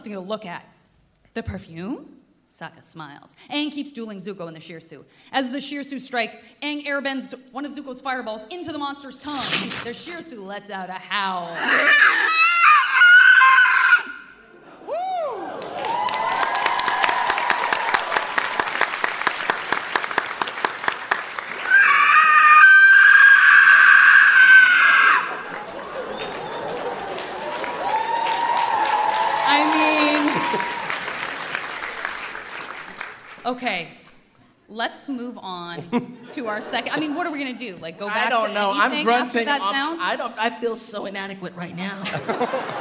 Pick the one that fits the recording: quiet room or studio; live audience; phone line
live audience